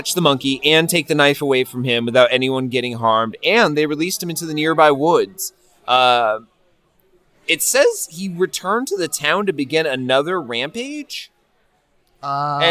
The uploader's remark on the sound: From the media box at the first ever Green Mountain Comic Expo. Recorded entirely live on location.